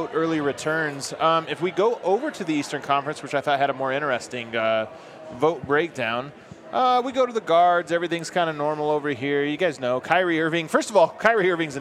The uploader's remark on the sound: live from Breckenridge Brewery